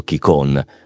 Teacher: nel dialetto locale la N finale non si pronuncia e si nasalizza la O, un po' alla francese